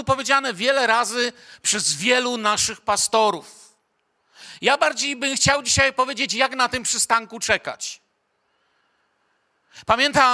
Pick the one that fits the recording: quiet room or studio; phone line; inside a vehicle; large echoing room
large echoing room